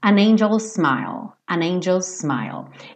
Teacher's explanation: Você pode falar como se fosse um S só